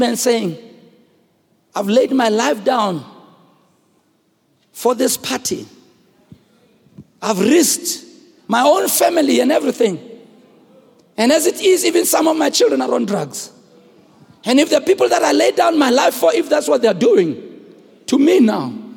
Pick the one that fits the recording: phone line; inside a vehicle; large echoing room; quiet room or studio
large echoing room